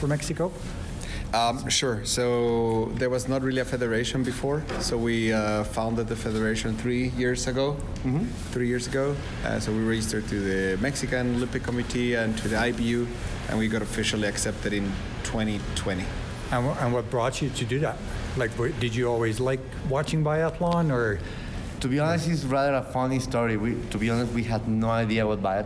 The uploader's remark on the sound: The IBU Cups in Canmore Canada. Sorry about the loud wind sounds during some of the recordings. I tried to remove them but it would take away some of the speakers as well.